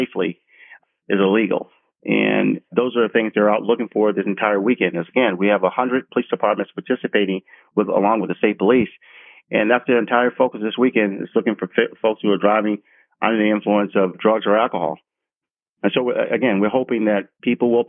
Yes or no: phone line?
yes